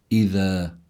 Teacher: هذه الذال هي حرف لثوي، كتير مهم أن يخرج هذا الحرف من مخرجه، يعني بيقوم يضع الإنسان طرف اللسان تحت الثنايا العليا، هذا هو مخرج الذال، لا ينبغي أن يخلط هذا الحرف بحرف الزاي، فلا يجوز أن يقال أن تقرأ هذه الكلمة إذا بالزاي، بل لابد من قراءتها على هذا النحو، إذا يعني بالحرف اللثوي.